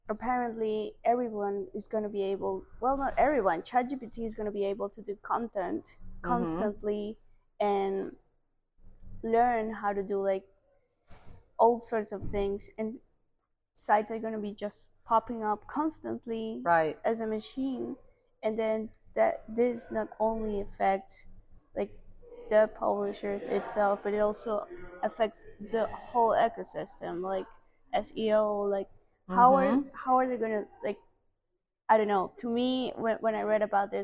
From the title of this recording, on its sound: Live in Cannes Lions Festival 2023